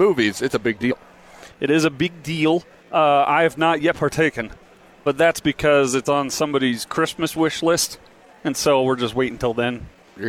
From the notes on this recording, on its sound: LIVE from Megaplex at The District. On The Zone Sports Network.